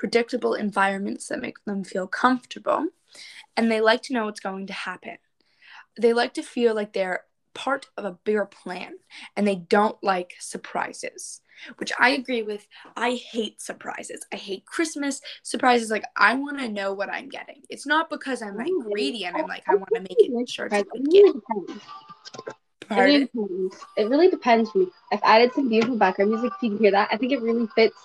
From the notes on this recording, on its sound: Record this episode virtually for the first time! The audio sounds a bit funny.